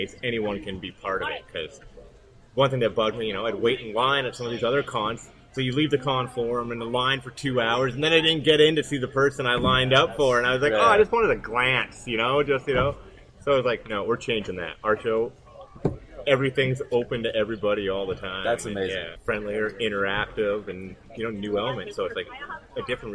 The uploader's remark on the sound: The interviews we conducted during Star Wars Day at Storybook Gardens, and our first live episode! It was so much fun to hang out and turn a small corner of London into the galaxy far, far away for just one day. (The audio may be a little rough at points - bear with us as we work out the kinks of recording live!).